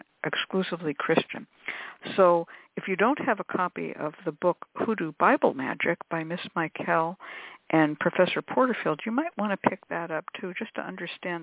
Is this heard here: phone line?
yes